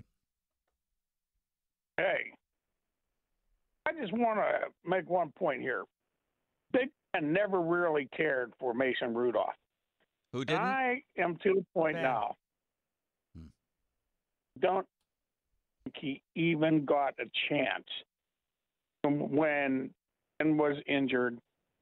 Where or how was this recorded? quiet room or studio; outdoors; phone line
phone line